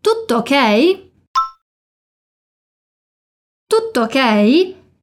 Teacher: Faz aquela pausa no tutto tutto, para reproduzir bem os dois T's